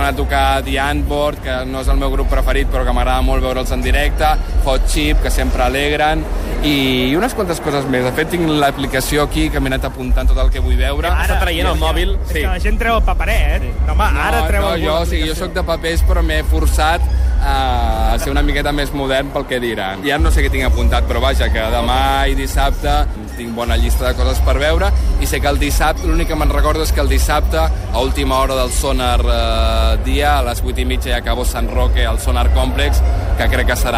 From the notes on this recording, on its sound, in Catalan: Ens passegem amb un micro a la mà durant la primera jornada del festival. Parla el Sónar.